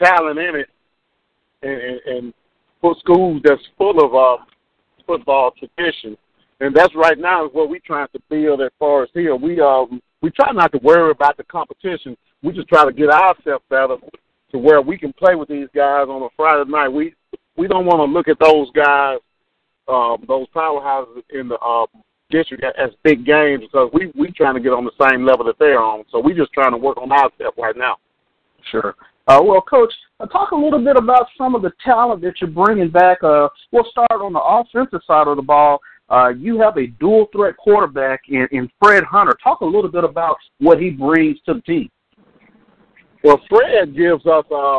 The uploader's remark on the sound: 87.9 FM Prairie View, TX. Phone Interview.